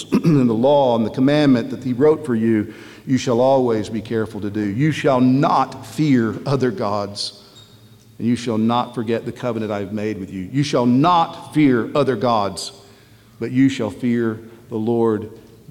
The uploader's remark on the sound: At the Founders "Be It Resolved" conference in Nashville, Tennessee before the 2021 Southern Baptist Convention.